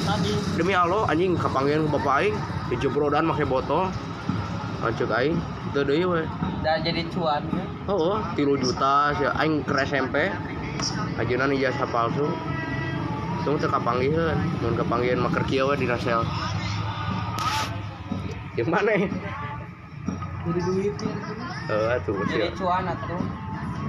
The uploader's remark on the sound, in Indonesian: Pinggir jalan. Audio nya jelek banget.